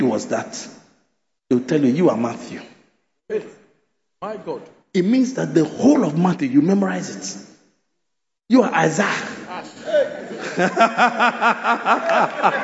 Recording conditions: large echoing room